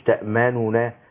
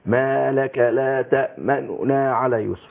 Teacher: الثانيه ضم الشفتين دي يضم الشفتين من غير ما يطلع صوت · Shown in: second take · Term: اشمام